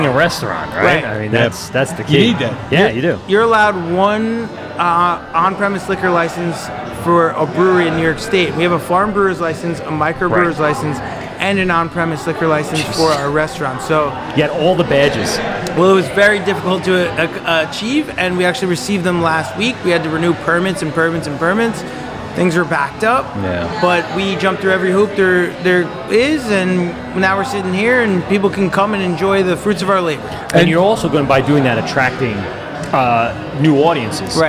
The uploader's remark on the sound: LIVE at Garvies Point Brewery and Restaurant. Live from the brand new space.